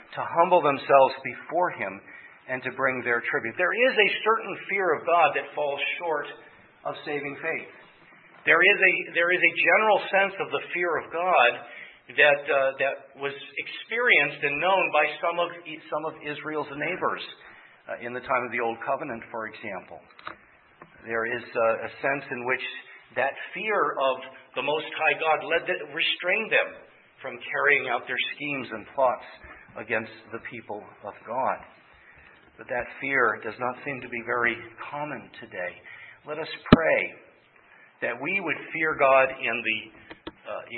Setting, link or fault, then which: setting, large echoing room